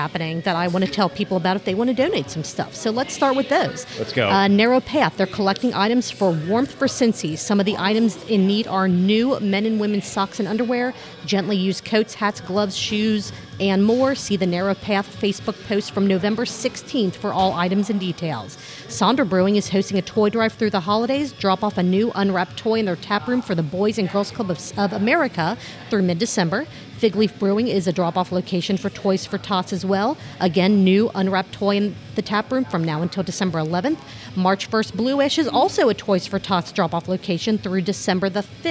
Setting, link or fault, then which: setting, busy venue